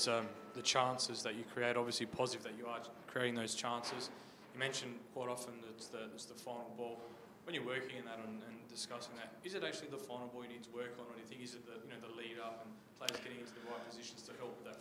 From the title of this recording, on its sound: post-match press conference